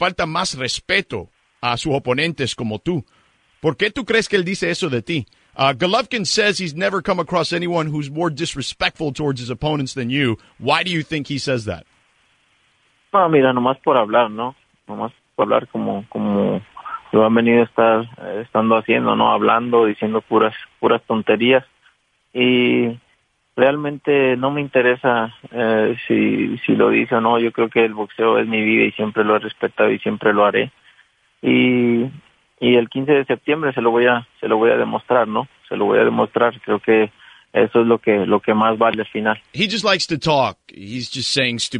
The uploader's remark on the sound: called in to talk